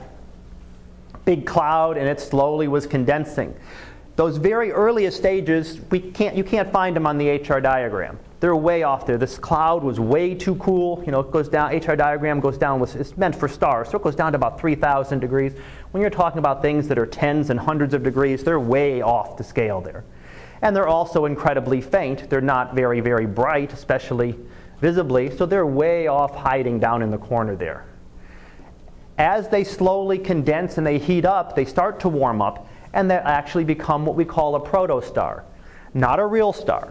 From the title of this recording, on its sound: Live Class Lecture